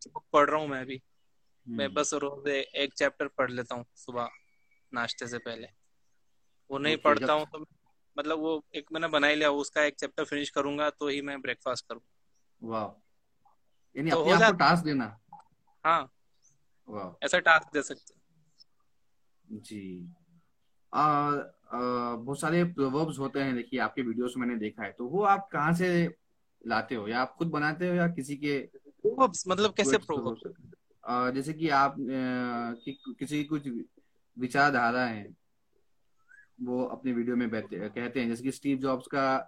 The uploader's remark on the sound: has been conducted live on Instagram at Aurangabad Buzz